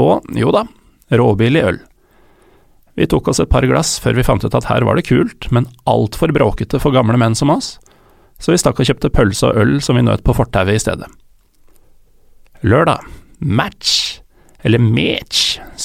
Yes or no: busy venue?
no